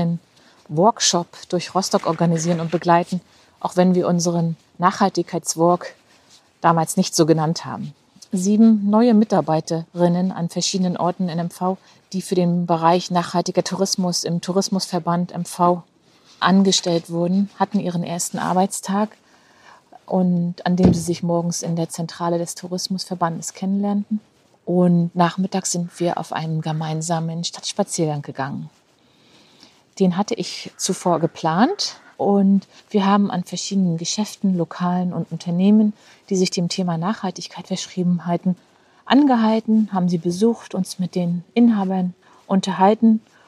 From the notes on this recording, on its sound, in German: In dieser Solo-Folge, die ich beim Spaziergang durchs Bahnhofsviertel in Rostock aufgenommen habe.